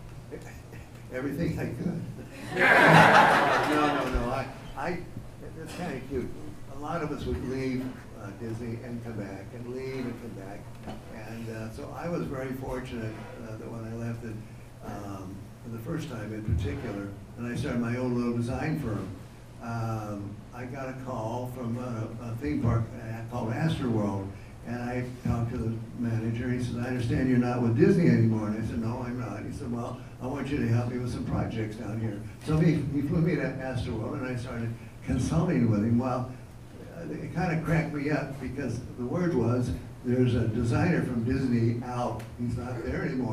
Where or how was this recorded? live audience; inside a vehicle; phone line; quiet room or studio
live audience